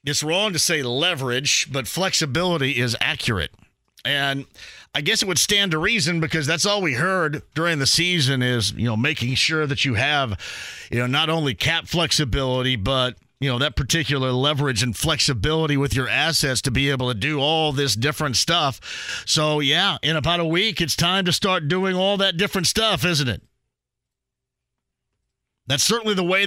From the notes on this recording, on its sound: opens the phone lines up again and takes some calls!